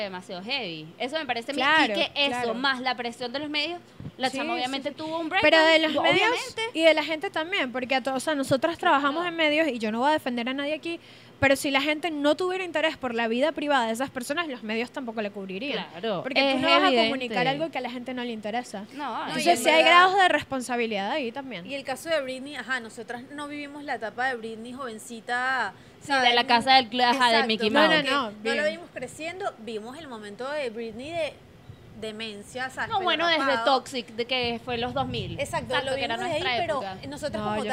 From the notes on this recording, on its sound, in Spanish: Grabado en Vía Lattea, en Caracas